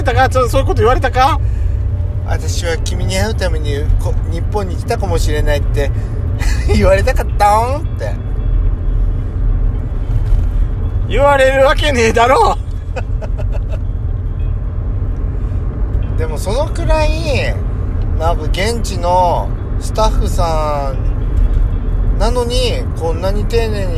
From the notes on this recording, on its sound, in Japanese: ドスドライブ収録 #ロードノイズゴメンね